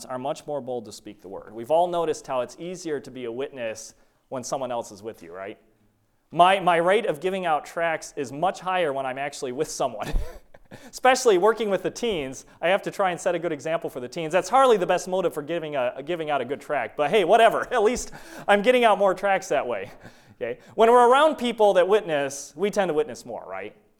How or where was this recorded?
large echoing room